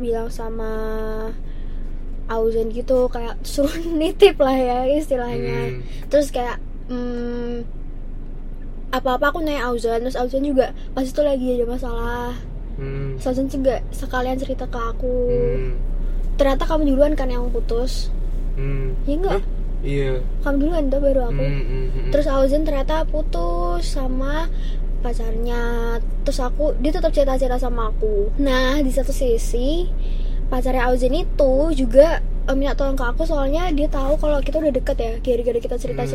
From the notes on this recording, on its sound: in the car